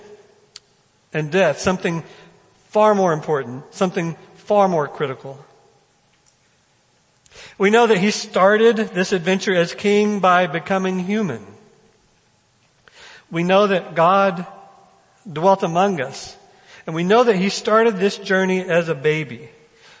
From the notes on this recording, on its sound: First Baptist Belton Sunday morning sermon.